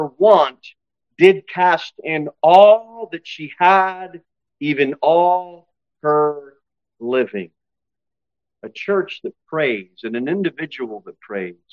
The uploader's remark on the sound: Sermon delivered at Pilgrim Baptist Church on Thursday, August 24, 2023, at 6-15 pm.